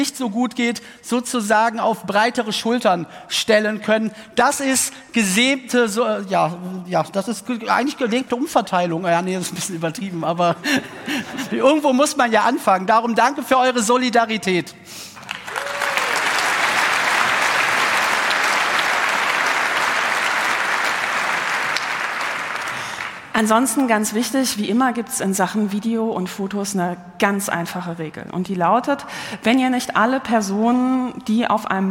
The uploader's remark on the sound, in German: Der 37C3 öffnet seine Pforten und heißt das Publikum herzlich willkommen.